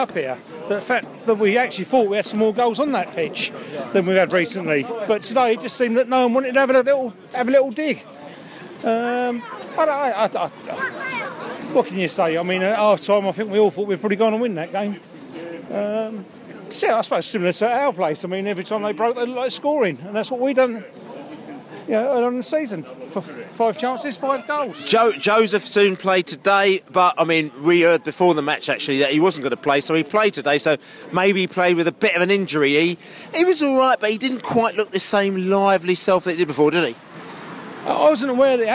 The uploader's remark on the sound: post-match podcast from the pub